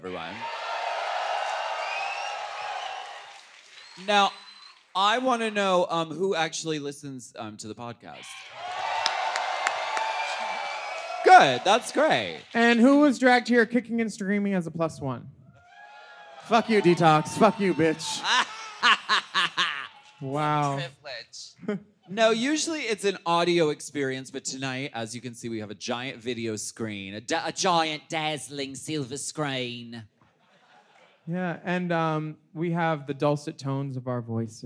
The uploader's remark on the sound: Race Chaser Live at Queens Theatre. This episode is audio highlights from this event.